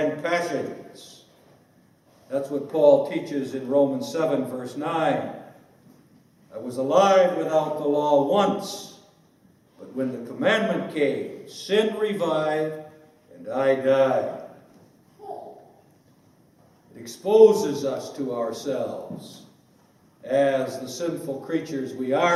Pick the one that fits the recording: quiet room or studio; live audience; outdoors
live audience